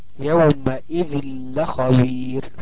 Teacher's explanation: يبقى عندنا دلوقتي نون ساكنة وجاء بعدها اللام وهي من حروف الإضغام بدون غنة، تنطق ازاي بقى؟ وكأن النون دي هتحول للام، يبقى في لامين